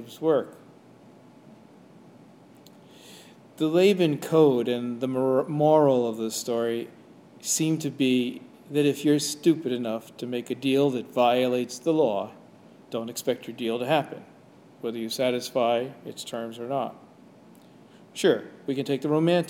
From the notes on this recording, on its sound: Sermon/Homily delivered at Jan Hus Presbyterian Church and Neighborhood House